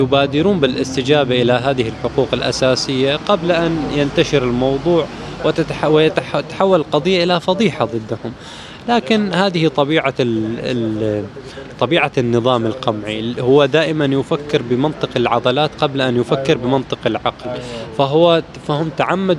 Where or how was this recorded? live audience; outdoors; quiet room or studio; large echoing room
outdoors